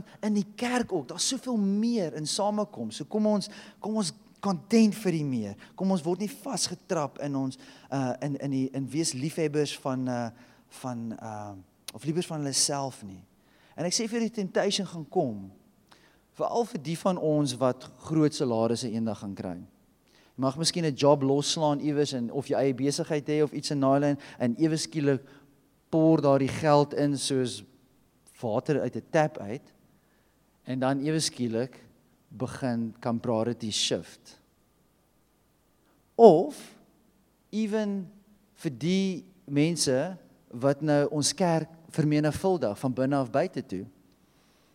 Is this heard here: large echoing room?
yes